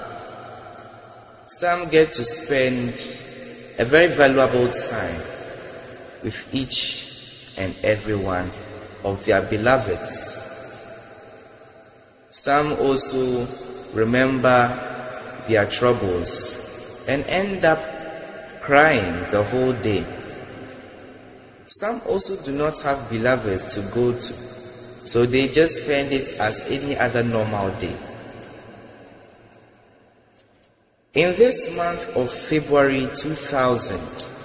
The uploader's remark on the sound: Preached at The February Global Communion Service, LIVE at the Love Arena Church, Accra - Ghana.